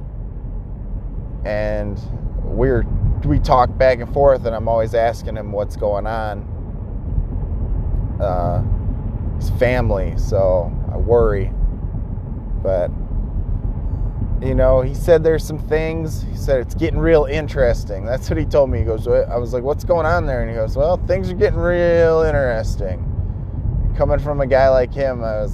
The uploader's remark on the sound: Driving to work.